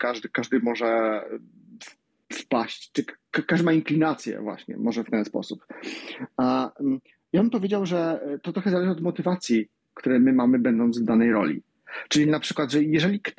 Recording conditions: video call